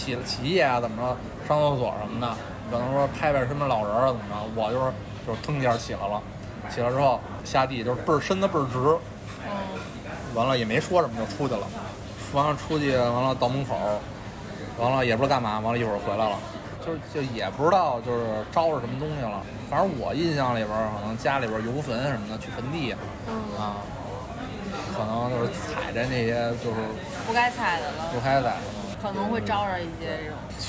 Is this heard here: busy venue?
yes